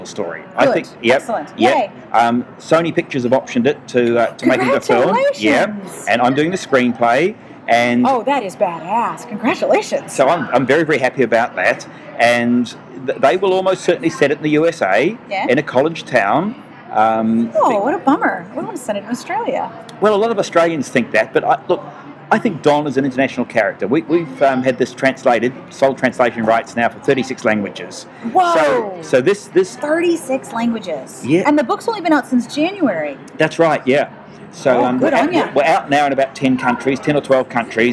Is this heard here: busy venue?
yes